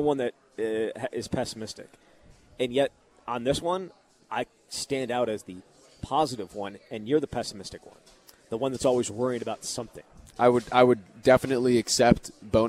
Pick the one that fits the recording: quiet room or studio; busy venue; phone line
busy venue